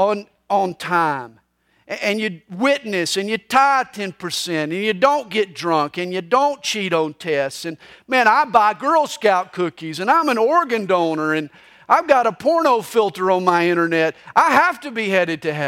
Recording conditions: large echoing room